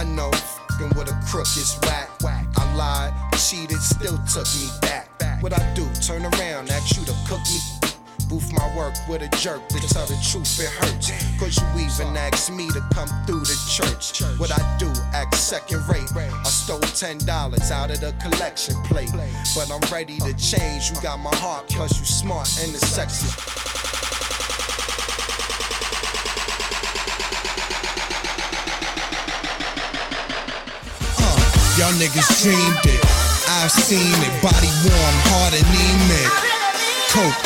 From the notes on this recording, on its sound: This interview was conducted in the alley behind the 930 Club, located in Washington, D.